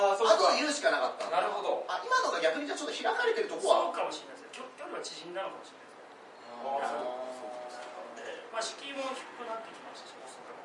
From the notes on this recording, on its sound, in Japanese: 公開収録ライブ